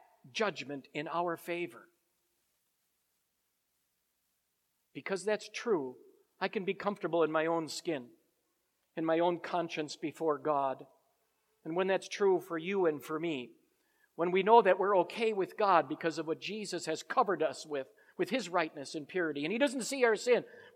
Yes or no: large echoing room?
yes